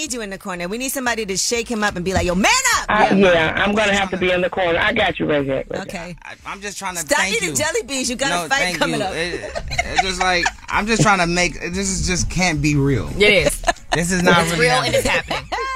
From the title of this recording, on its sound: Listeners Call